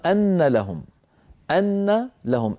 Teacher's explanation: وهي في الحقيقة أن لهم، أن لهم، أن آخرها فتحة